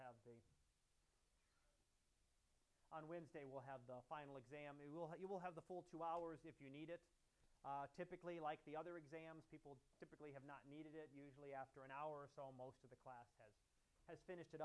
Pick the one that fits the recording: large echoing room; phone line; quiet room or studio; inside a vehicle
large echoing room